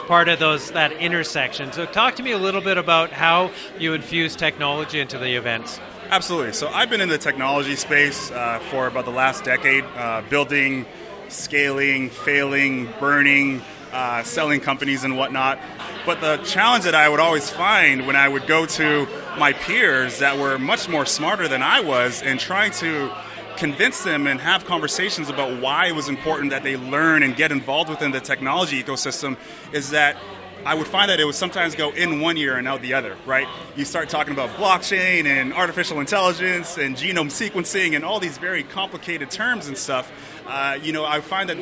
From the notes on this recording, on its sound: We’re at the Edmonton Unlimited Open House, and we’re speaking to a lot of incredible entrepreneurs.